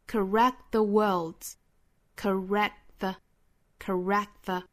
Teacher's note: 这个 correct 尾部 t 是不发出声音的，而 correct 中间的这个 k 这个声音呢也是非常的弱，非常的轻，不是真正爆破出来的这个 k。比如说单词首部像 can 啊这样的词是 k 是非常明显的，毫无阻碍的爆破的。这里面这个 k 的发音也是一个打折的爆破，我们可以说几乎是听不到这个声音了。这个音呢是直摆出口型，大家来听我发音，然后跟着我来读一下这两个词 correct theworld's， correctthe， correctthe，不要说成 correctthe，应该是